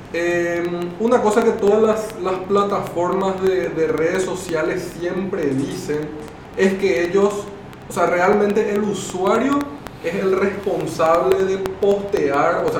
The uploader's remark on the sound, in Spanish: Pedimos disculpas por las dificultades técnicas